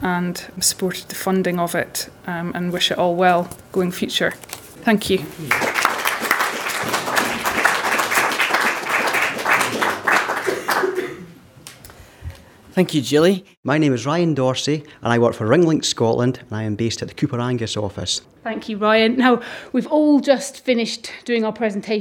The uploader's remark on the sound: recorded this episode at their recent graduation event